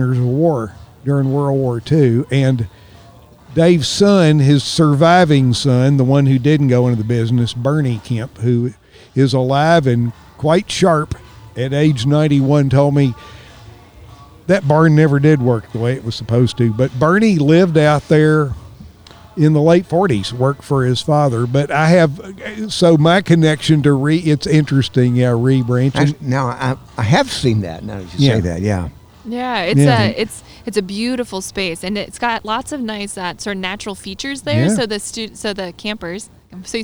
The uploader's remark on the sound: This episode was recorded at Oskar Blues Brewery in Brevard, North Carolina.